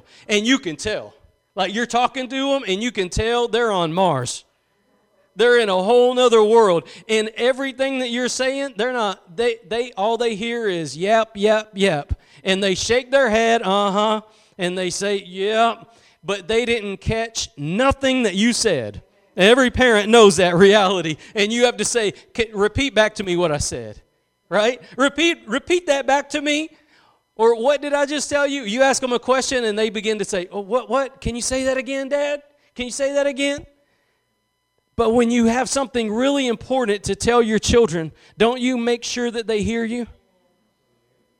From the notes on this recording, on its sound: Preached at Gospel Lighthouse in Bossier City, La.